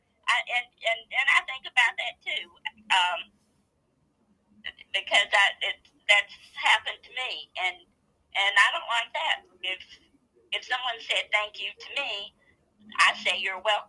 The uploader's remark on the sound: we had a nice phone interview